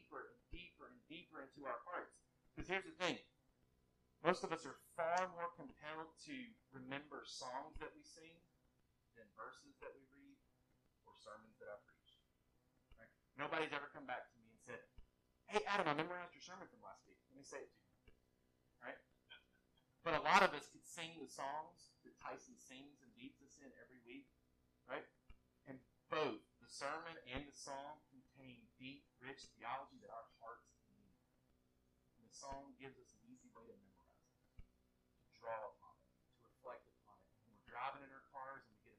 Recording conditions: poor sound quality